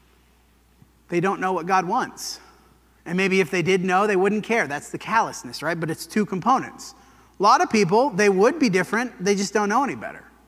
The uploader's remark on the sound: This sermon was preached at the Dewey Church